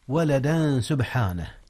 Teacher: فإذا وصلنا ولدا سبحانه نقول إخفاء هنا. نعم، إخفاء التنوين قبل السين، والسين من حروف الإخفاء. سبحانه، هناك قلقلة في حرف الباء.